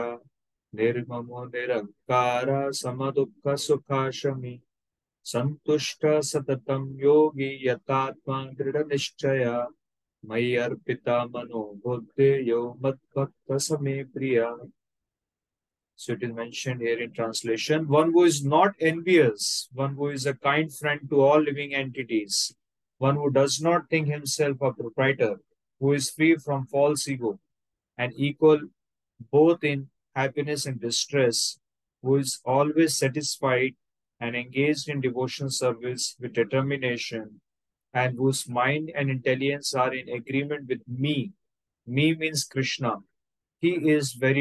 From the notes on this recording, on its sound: Zoom recorded session